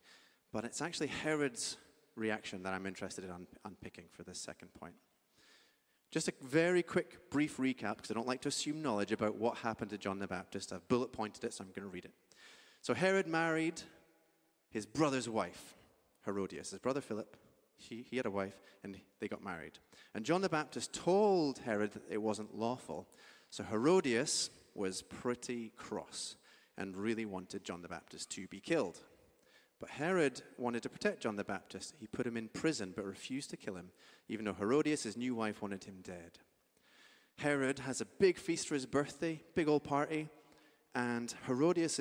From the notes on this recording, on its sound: Streamed live at St Paul's Shadwell.